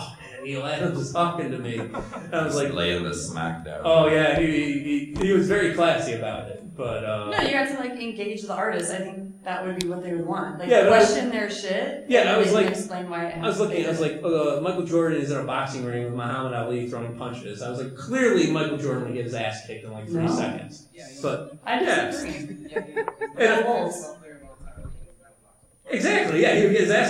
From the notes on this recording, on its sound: Street Interviews at the Indiana Comic Con 2017. One of our panels was our patented street interviews, and boy what a doozey! Recorded live in front of an audience, we had a chance to talk to many interesting people. What a lively crowd, we recorded this with ambient tabletop mics that captured the crowd and the chaos of the liveness.